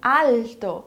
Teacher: o som do L, que faz a língua encostar lá no céu da boca e nos dentes, como em alto.